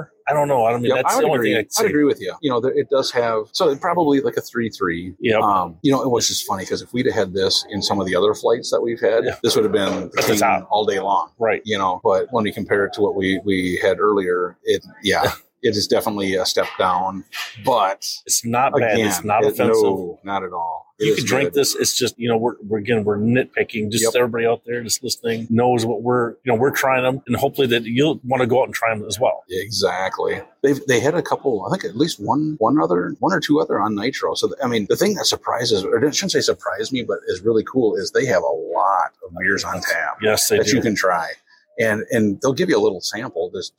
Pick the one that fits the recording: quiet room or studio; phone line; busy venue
busy venue